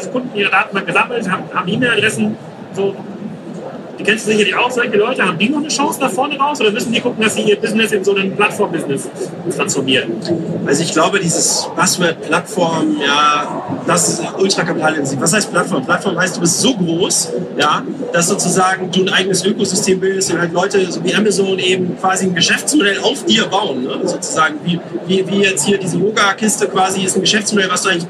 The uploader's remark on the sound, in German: Die Aufnahme haben wir bei der #OMR17 gemacht und wir mussten auf die schlechtere Aufnahme zurückgreifen. Die Aufnahme haben wir bei der #OMR17 gemacht und wir mussten auf die schlechtere Aufnahme zurückgreifen.